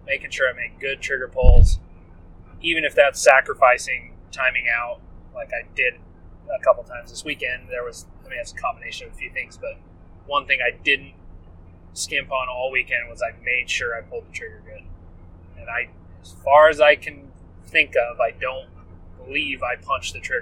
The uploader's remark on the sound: We recorded this podcast on the drive home from the SAC Blue Ridge Rumble PRS match, that was held in Benge, Washington.